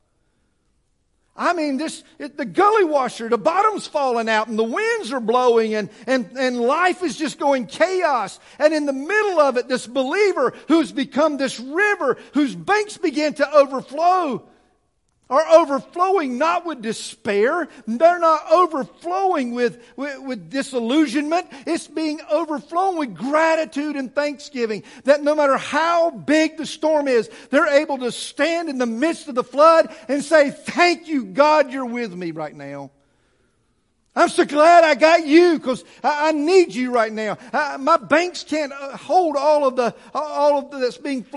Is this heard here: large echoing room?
yes